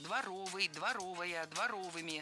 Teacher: В прилагательном, образованном от существительного «двор», ударение ставим на второй слог